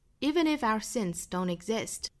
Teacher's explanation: 注意这句话重读我们都在最后的 exist 这个单词上